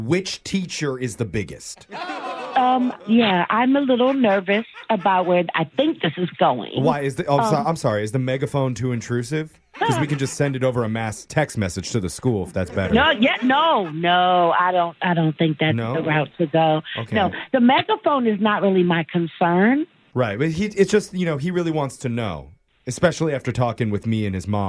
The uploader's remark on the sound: Phone Tap. Calls an elementary school teacher overseeing the science fair.